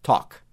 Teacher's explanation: Note que a gente praticamente não pronuncia o L